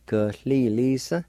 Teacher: Right at the beginning of this word, right before the L sound, there's a faint H sound